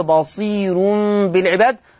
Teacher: الراء مضمومة ومسبوقة بياء مادية، يبقى في الوصل هتبقى مرققة · Term: ترقيق الراء